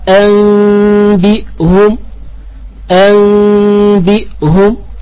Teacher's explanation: الميم المخفات، فإن مخرجها يتردد بينها وبين الباء